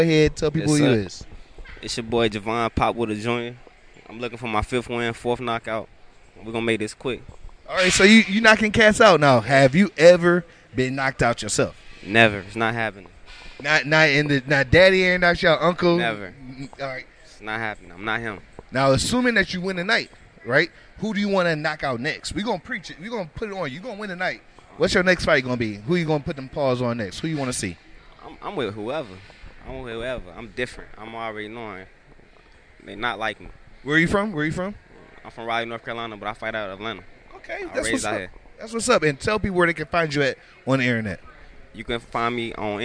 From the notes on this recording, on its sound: Recorded in Atlanta, GA at Cosmopolitan Premier Lounge. Heartland Radio covers a Night Of Championship Boxing presented by Pulse Boxing.